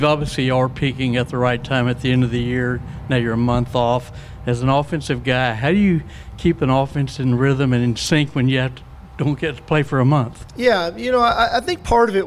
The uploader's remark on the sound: Sugar Bowl Press Conference. Takes to the podium.